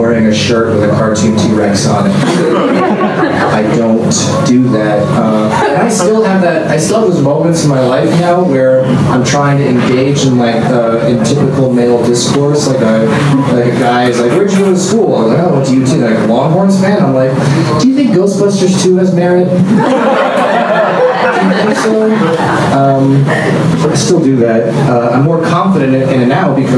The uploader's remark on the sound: Live from Genuine Joe's